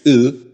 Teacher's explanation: En la lengua muisca tenemos una sexta vocal, que es la Y, que se pronuncia como entre la mezcla entre la I y la U, que es I.